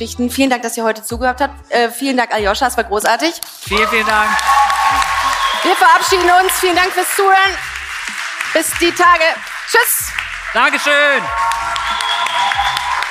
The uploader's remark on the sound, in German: Der Ton in dieser Folge klingt anders.